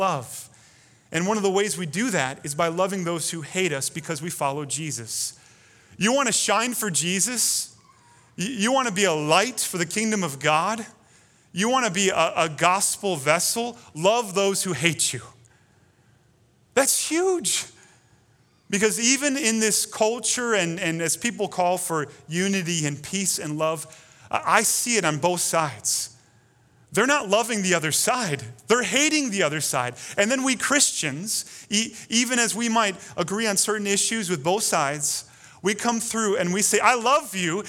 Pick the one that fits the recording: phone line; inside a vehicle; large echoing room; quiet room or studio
large echoing room